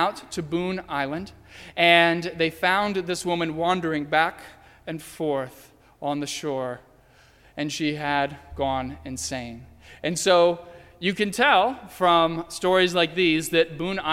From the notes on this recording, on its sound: during the Heritage service (11:00 am) on Sunday, January 31, 2016, at First Presbyterian Church of Arlington Heights, Illinois.